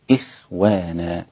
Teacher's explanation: الخاء هنا تكون في أقل مراتب التفخيم لديها لأن هي ساكنة وقبلها مكسور